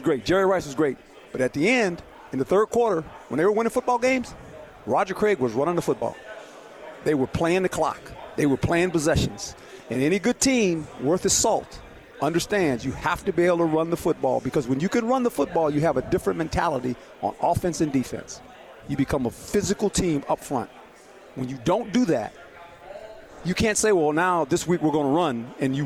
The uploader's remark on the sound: LIVE from Pac-12 Media Day in Los Angeles, CA